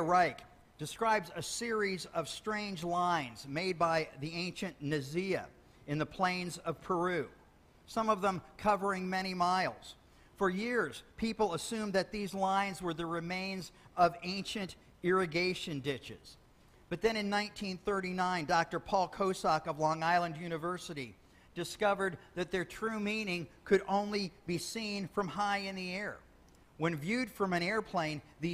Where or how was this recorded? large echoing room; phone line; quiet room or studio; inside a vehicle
large echoing room